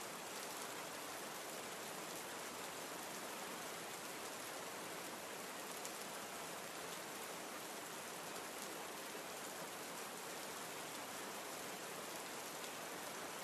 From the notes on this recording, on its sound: Relax to the sounds of rainfall.